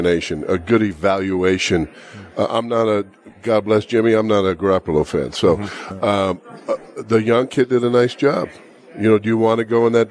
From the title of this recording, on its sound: Live from the Super Book at the Westgate Las Vegas